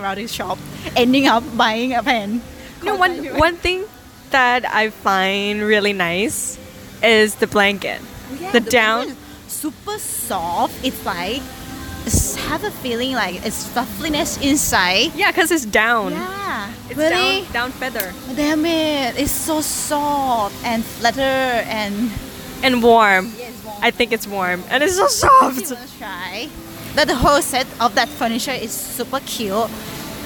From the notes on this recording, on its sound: Live from BBQ table